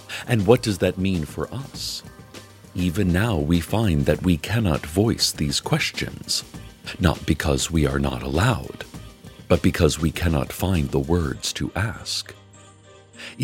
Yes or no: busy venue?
no